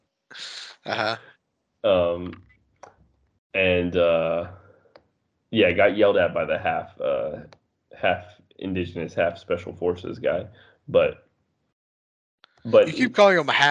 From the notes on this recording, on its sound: I think I forgot to turn my mic on and it just recorded off the webcam my bad.